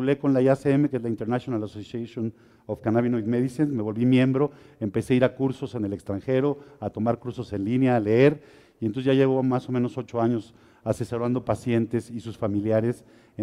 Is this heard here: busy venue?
yes